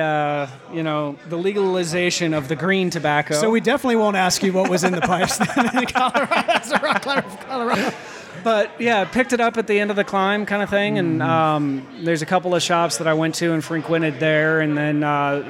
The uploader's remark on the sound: Tobacco Talk: Texas Tea (Live From Texas). Broadcast LIVE from the Texas Pipe Show!